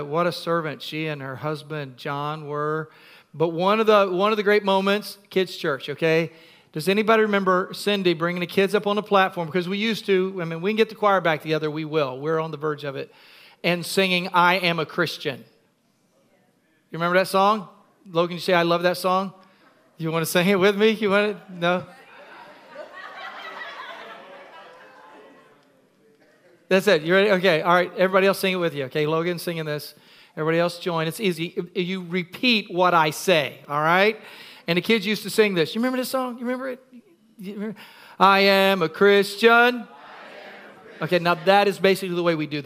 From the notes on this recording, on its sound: Recorded at Freedom Fellowship, 836 Regency Drive, Virginia Beach, VA 23454.